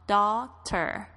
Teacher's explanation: T 夹在两个元音之间呢，它就浊化变成这个很像 D 的这个得得得的这个声音